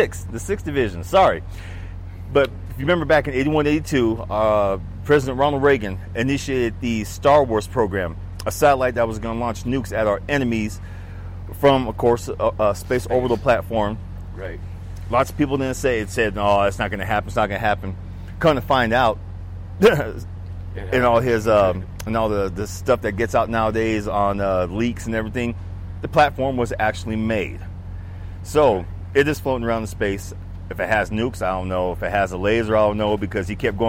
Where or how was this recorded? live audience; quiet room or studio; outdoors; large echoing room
outdoors